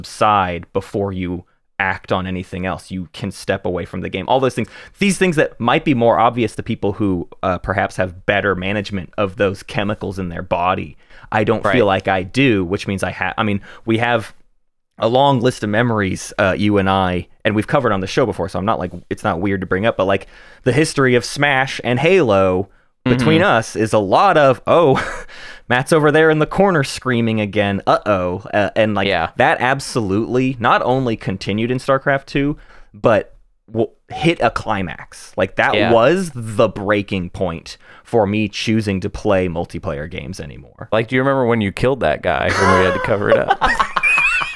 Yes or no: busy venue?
no